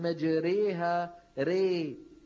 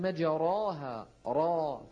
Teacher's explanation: فالراء مفتوحة لكن أميلت نحو الياء، فهذه الإمالة تجعل الراء ترقق · Shown in: first take